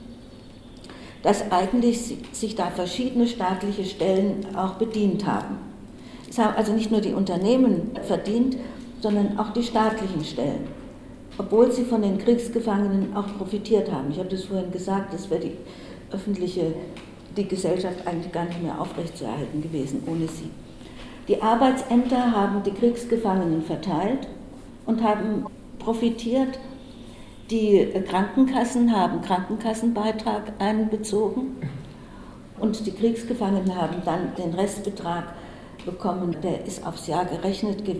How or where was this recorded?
live audience